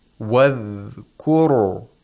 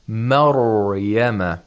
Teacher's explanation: you have to hold the Ra a little bit without any qalqala. · Shown in: second take · Mm-hmm. And to pronounce it with tafkhim.